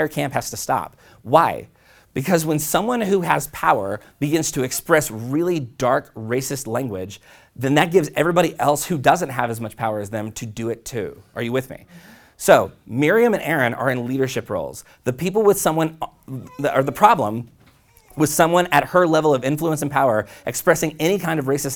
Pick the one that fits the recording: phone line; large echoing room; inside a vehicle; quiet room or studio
large echoing room